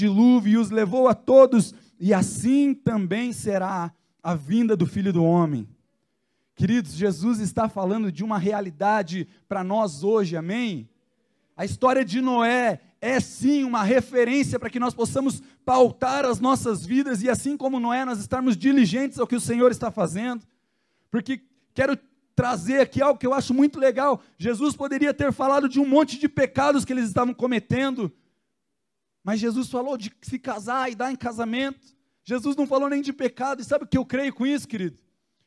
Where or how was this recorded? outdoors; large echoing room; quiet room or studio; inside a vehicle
large echoing room